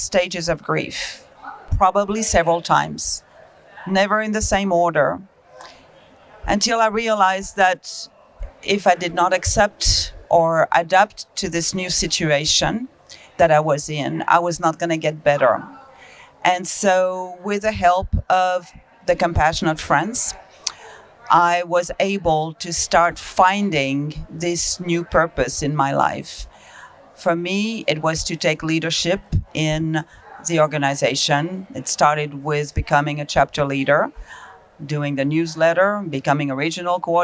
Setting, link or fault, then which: setting, busy venue